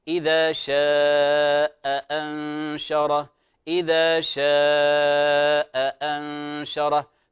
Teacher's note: إذا شاء أنشره، إذا شاء أنشره، لاحظوا هذه الكلمة، شاء مد متصل وينتهي، يعني هذه الكلمة تنتهي بهمز، وأنشره تبتدئ، هذه لها في رواية حفص كما تلاحظون، شاء مد متصل، الوجه المقدم أربع حركات، ونحقق الهمزة الثانية